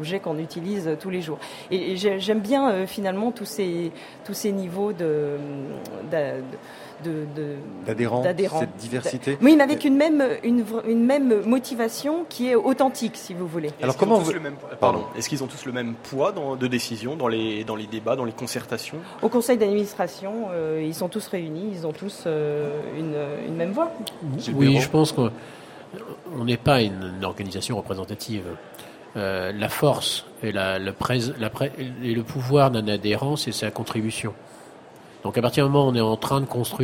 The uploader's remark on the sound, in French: Ont accueilli en direct du salon Planète durable. Entretien enregistré lors du salon planète durable en Avril 2001.